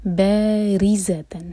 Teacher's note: باریزتن، با مد طبعی، دو حرکہ لمبا، را کے نیچے کسرہ تو را باریک، اس کے بعد ز پر بزنگ ساؤنڈ.